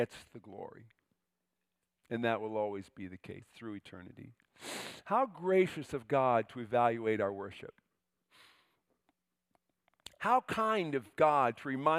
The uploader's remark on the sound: preached this sermon at Covenant Fellowship Church on October 8, 2023